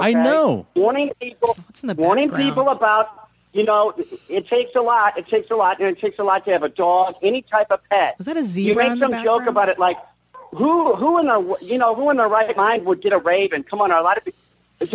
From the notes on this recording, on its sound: A special phone call.